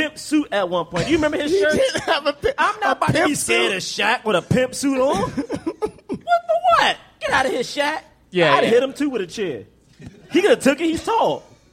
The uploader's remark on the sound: Recorded LIVE from NYC Podfest.